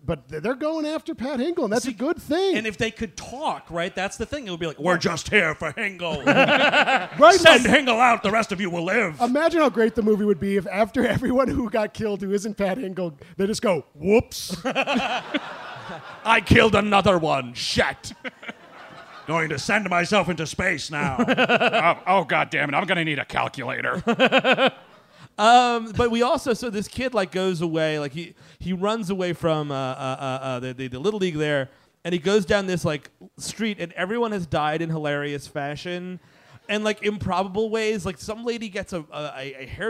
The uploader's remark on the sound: Live in Austin. Recorded at the North Door in Austin, Texas. The gang is live from Austin.